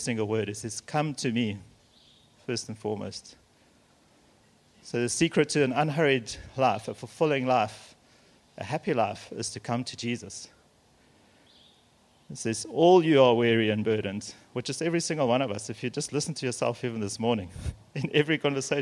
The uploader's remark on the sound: Messages here were recorded at Men’s Breakfasts hosted at RED POINT Church.